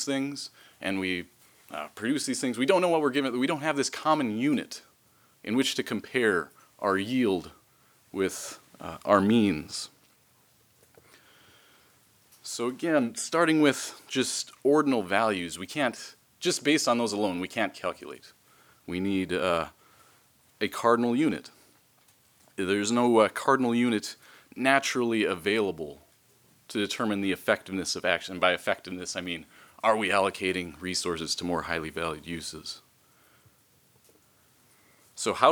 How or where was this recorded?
large echoing room